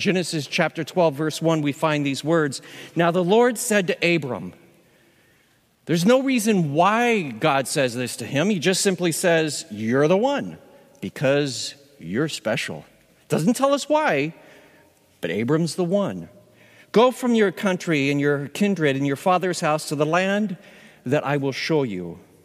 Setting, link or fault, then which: setting, live audience